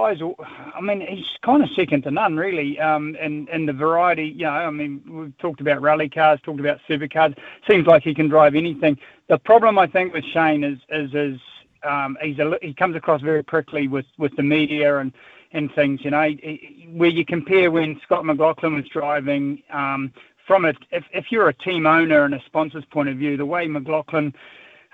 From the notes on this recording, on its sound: goes to the text and phone lines for some open line talkback!